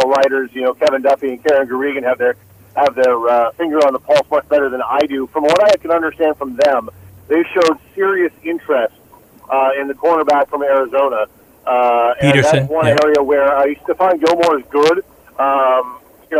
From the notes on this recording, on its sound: Boston Herald Sports Editor. Calls in to give his take on the Patriots, Celtics and Red Sox!